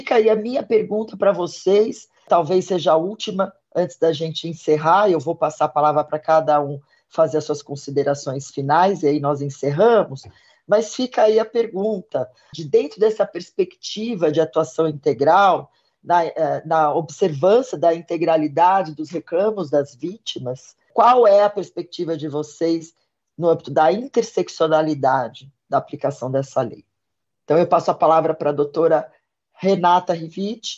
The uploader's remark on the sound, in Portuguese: O assunto foi debatido no webinar realizado pela Escola, em parceria com o Ministério Público de São Paulo.